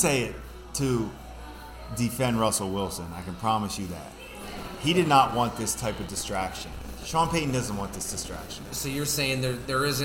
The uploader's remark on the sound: Live from Fattey Beer in Hamburg, NY